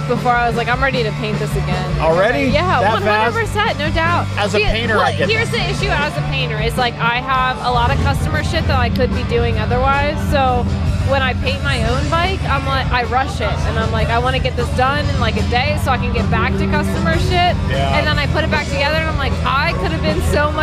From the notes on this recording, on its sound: Live from Live Fast Rally. I was invited to set up a booth the Live Fast Rally 4 and it did not disappoint.